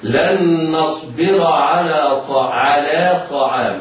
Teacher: طعام الطاء مفخمة وهي في الدرجة الثانية من مراتب التفخيم